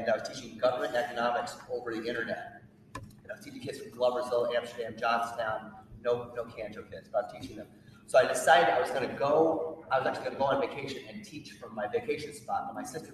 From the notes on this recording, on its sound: Gave a moving and profound presentation to a group of students, staff, and family in April and we are happy to present the audio to you today!